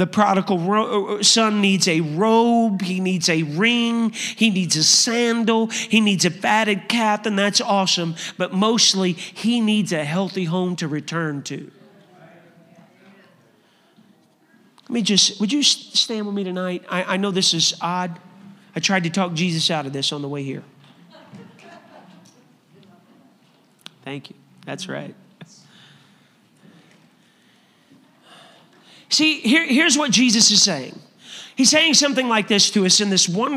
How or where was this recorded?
large echoing room